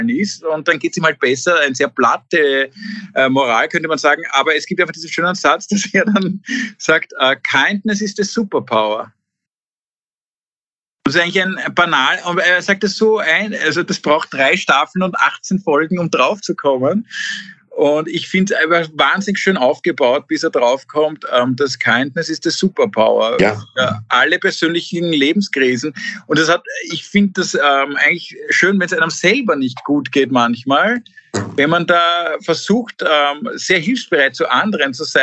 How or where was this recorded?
video call